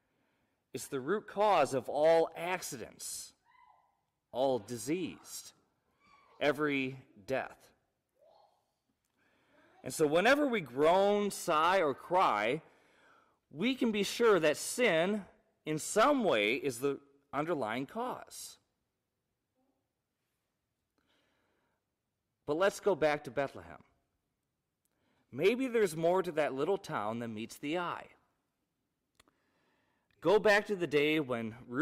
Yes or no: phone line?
no